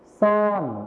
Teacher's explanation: ในภาษาไทยมาตรฐานนะครับเราจะใช้ชอช้างนั่นเองส่วนในภาษาถิ่นอีสานนะครับเราจะใช้ซอโซ่นั่นเองครับ